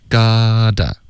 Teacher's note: you gotta 就浊化了这个 t 的音